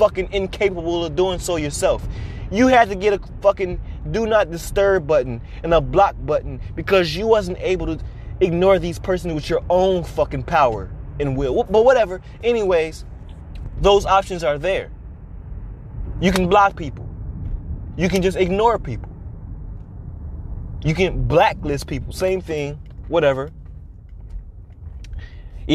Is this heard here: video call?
no